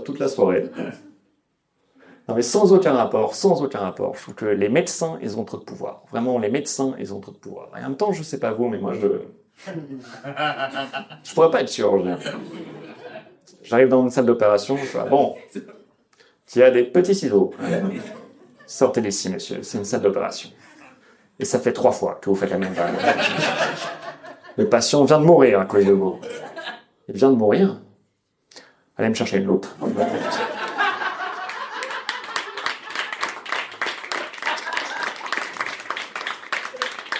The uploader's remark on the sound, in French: Captation réalisée au bar Charlie Et Sa Bière A Deux Balles le 30 novembre 2022.